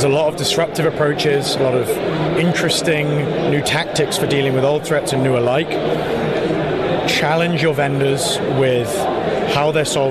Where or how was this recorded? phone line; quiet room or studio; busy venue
busy venue